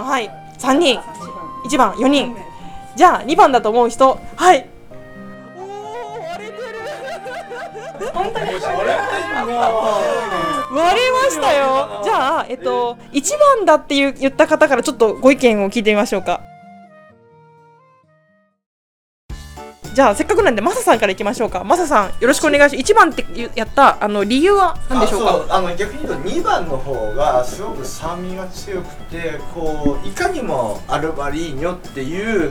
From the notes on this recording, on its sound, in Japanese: 水天宮アフリカーさんにて公開収録。世界のアルバリーニョを飲もうの会。